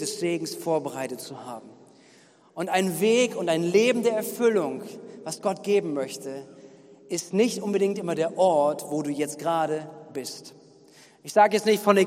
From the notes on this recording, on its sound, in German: Gottesdienst am 18.07.2021.